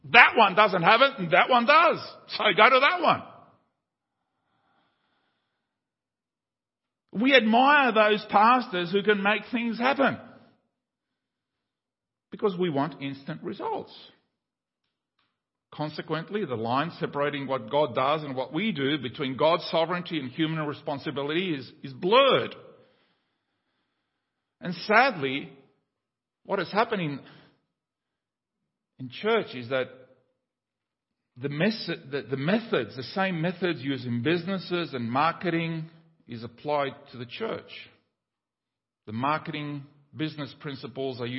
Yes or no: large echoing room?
yes